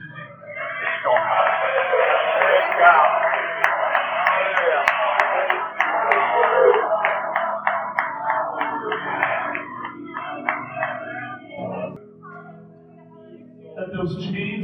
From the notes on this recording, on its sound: This is raw audio from a service today. Unedited. I wasn't planning to record it.